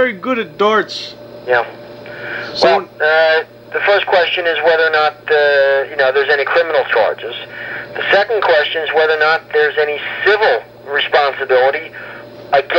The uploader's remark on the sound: Prank Phone Calls